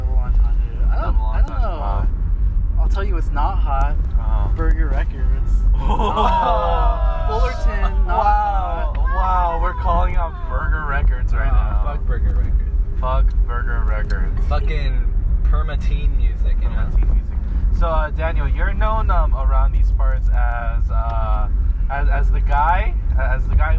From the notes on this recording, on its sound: With a packed Prius. Decided to record an impromptu podcast on their drive home after eating chicken wings with their friends.